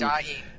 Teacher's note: it's like a sustained diphthong, right? So it's dying, but it's sort of made long.